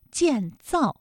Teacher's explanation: 嘛，当然他需要的石窟是也建得很大了。那咱们一起进去吧，走，好吧，走了，好，走，请问。昙曜是北魏时期的一位高僧，对石窟造像有着丰富经验。公元460年，在北魏文成帝的授意下，昙曜和尚作为总设计师主持开凿云冈石窟。作为北魏王朝的皇家工程，当时的云冈石窟在规模上也远远超过敦煌石窟。刚才片中出现了一个词建造，这个词呢都是四声，大家感受一下啊，都是四声组合的词语，读起来呢很容易读的生硬，因为它都是降调，就像往地上砸石头一样。那么怎么能够让四声的词语读起来听感上是轻松的呢？有一个小窍门可以告诉大家啊，就是这两个字呢不要读的一样重，建这个字呢可以读的轻一些，造呢就重一些，建造。哎，这样听上去呢，语流上有一些变化，像行云流水一样，非常自然，就好听了。为什么外国人在说汉语的时候，虽然每个字都对，但是听上去生硬呢？就是因为声调不够流畅。即便声调对了